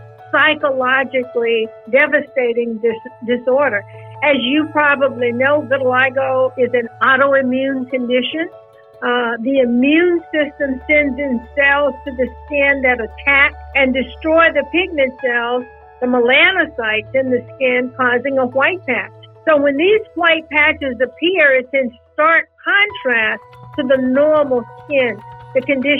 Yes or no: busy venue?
no